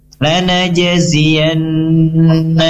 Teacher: Di sini ada gunnah musyaddadah. Gunnah musyaddadah yaitu gunnahnya dibaca sempurna, ya, ditahan dengan dengung 2-3 harokat.